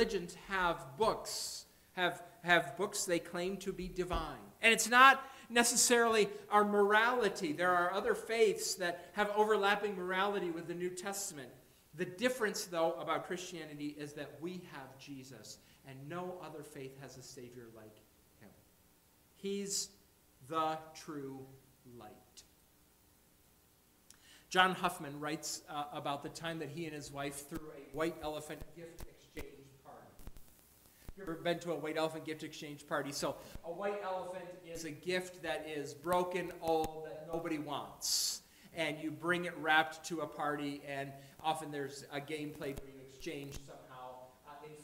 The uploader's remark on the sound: Audio periodically will cut in and out.